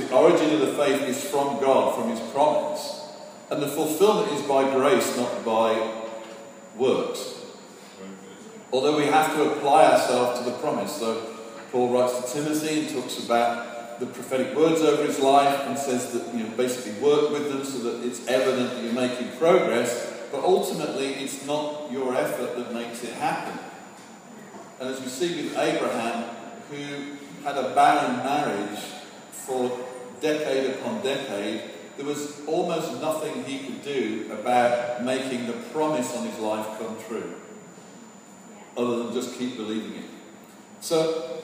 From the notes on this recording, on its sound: Sorry for the poor recording quality.